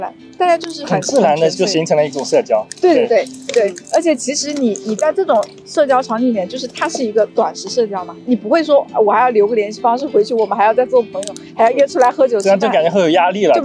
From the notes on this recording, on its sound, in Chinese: 它是我们10月份露营的时候和朋友的一次闲聊，那天夜幕降临后，我们点起了篝火，大家围坐在一起一边烤红薯一边聊天。聊天进行到某个节点，有人按下了录音键，记录了这次谈话。由于我们是在户外，没有专业的录音设备，大家互相坐的也比较远，所以音质非常糟糕。